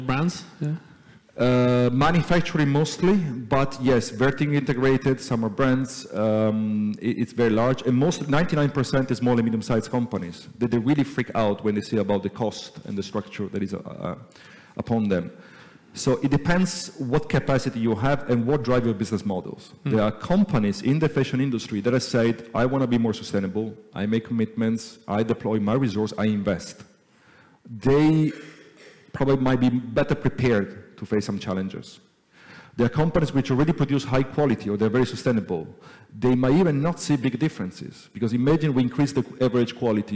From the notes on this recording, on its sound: We revisit a talk from the Helsinki edition held in May of this year. In this live panel talk.